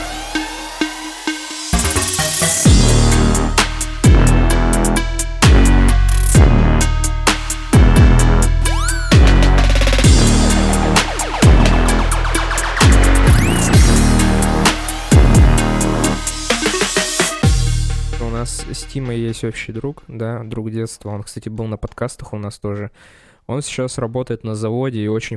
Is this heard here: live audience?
no